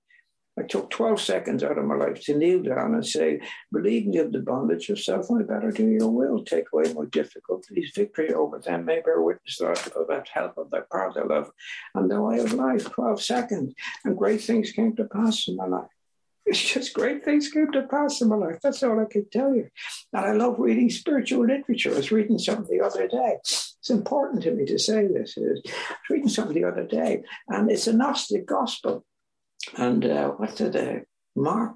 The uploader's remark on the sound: This was recorded at the Magical Mystery Tour Zoom Meeting in September of 2022.